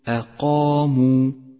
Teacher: فخم الألف في كلمة أقاموا، أقاموا، لأنها مسبوقة بحرف مفخم هو القاف، والألف تتبع ما قبلها في التفخيم والترقيق، علما بأن أحرف التفخيم هي خص ضغط قظ.